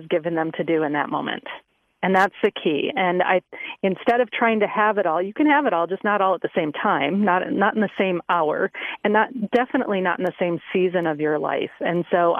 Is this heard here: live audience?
no